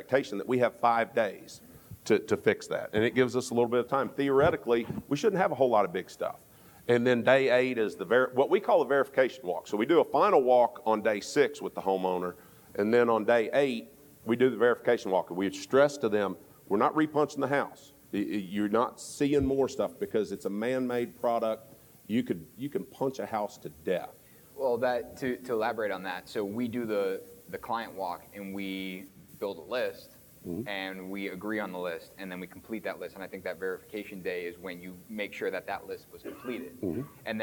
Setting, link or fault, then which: setting, busy venue